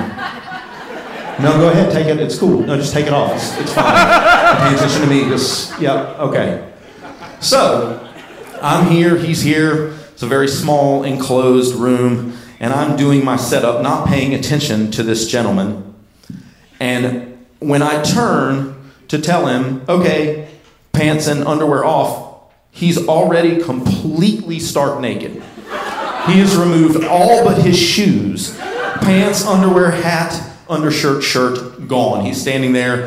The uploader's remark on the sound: Live From North Carolina! Our wonderful show from the North Carolina Comedy Arts Festival in February.